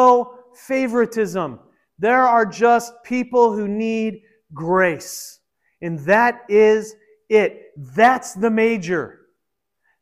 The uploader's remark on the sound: This was originally recorded at Peace Presbyterian Church in Flint, MI